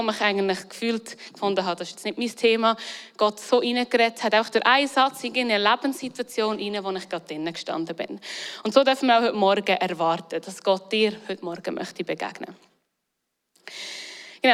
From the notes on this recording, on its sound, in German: Eine Predigt aus dem Christlichen Zentrum Zollhaus in Luzern.